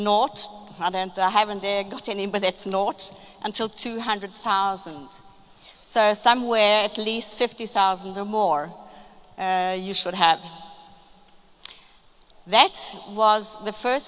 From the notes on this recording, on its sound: This video is from the Maze panel at Success Summit 2019.